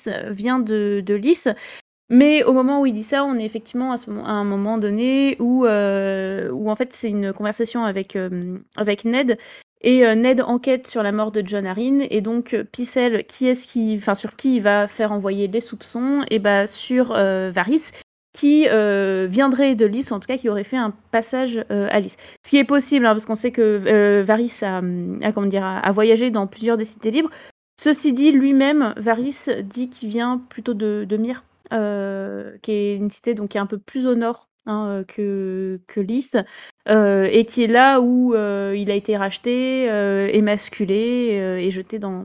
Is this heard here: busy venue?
no